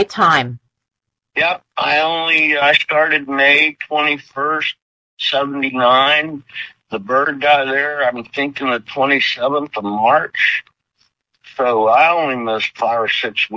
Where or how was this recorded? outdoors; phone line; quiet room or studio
phone line